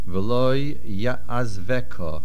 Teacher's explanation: The main accent is on the ve